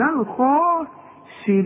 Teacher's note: عالي قوي مفخم قوي الخا وبعدين مرقق جدا